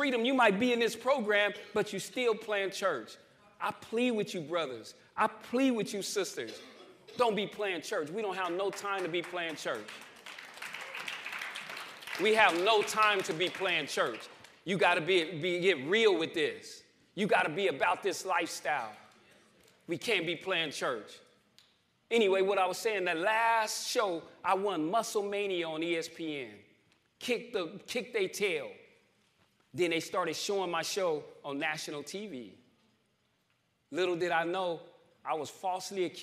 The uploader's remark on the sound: New Freedom Recovery Church Live from New Freedom